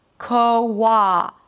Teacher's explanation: Then you open it to the ah as in father sound, koa. Now, since you connect both vowels together, it feels like there is an intrusive w sound